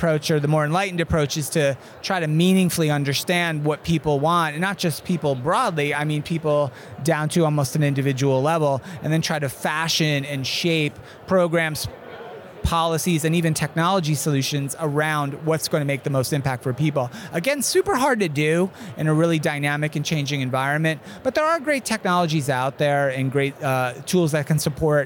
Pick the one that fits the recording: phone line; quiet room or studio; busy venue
busy venue